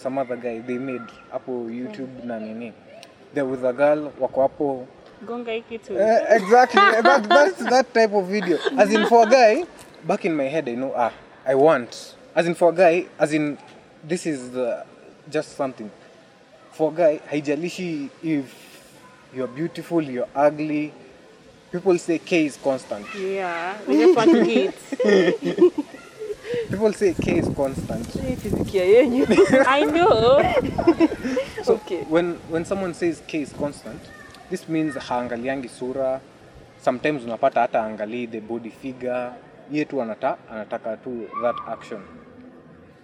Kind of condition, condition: fault, wind noise